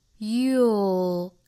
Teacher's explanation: you 发完整之后我们去找一个舌侧音就可以了